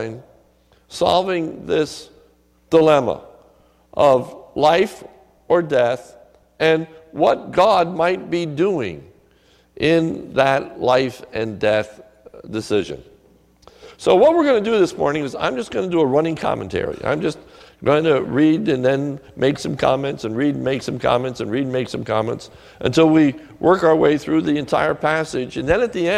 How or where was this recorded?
large echoing room